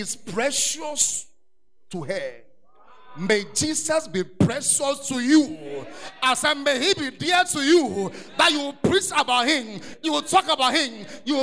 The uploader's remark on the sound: Preach at The Art of Evangelism Conference